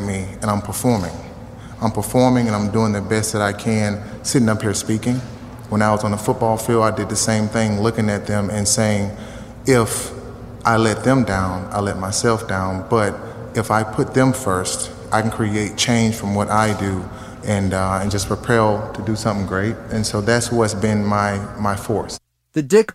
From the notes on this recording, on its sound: 2020-2021 Texas Sports Hall of Fame Induction. Stories were taken from the press conference and induction ceremony.